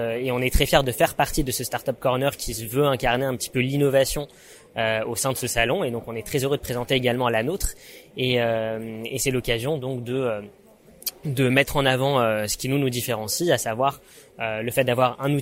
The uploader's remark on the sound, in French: Les Assises de la Cybersécurité à Monaco. Enregistré, monté et publié sur le salon des Assises de la Cyber à Monaco.